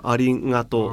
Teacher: La G giapponese è un po' più gutturale della nostra. Arigato. Sì, sì, palato molle.